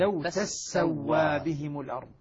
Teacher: أن نافع وابن عامر يشددان السين من تسوى